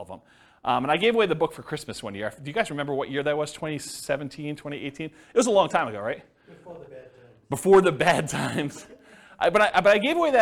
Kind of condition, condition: setting, live audience